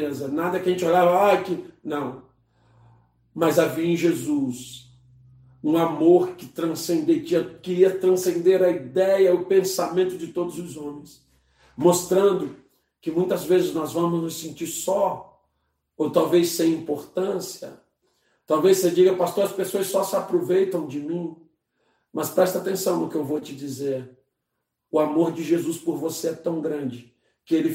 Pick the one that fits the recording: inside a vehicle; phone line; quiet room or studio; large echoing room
large echoing room